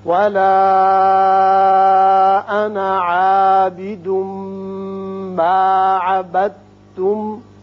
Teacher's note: عبدتم دال ساکن ہے، با جو ہے یہ تا کے ساتھ مشدد جو ہے اس کے ساتھ ملے گی، دال نہیں پڑا جائے گا، با تا سے ملے گا. وقت کی صورت میں بھی عبدتم ہی رہے گا.